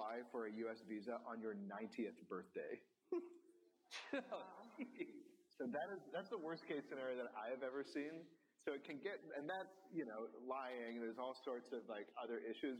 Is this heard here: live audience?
yes